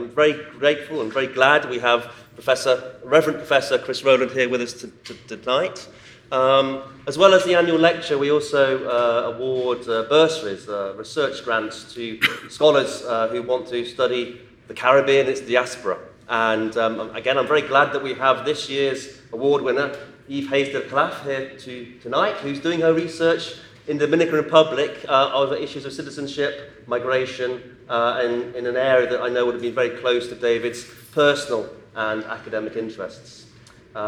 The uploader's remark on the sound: The David Nicholls Memorial Lecture 2016, Regent’s Park College, Oxford, 10th October 2016